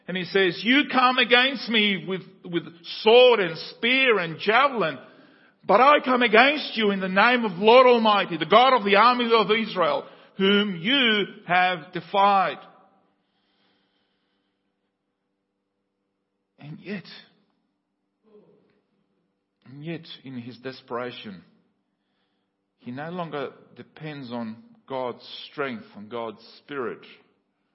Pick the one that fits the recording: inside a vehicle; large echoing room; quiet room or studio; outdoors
large echoing room